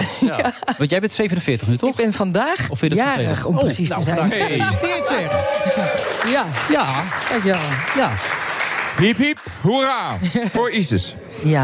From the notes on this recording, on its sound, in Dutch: Live vanuit de SkyLounge van het Double Tree by Hilton Hotel in Amsterdam